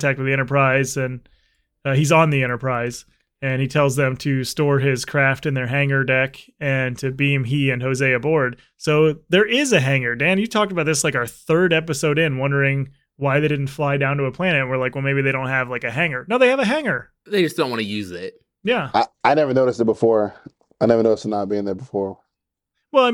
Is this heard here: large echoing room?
no